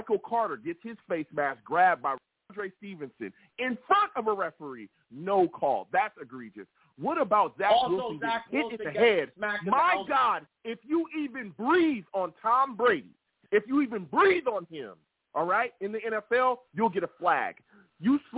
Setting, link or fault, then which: link, phone line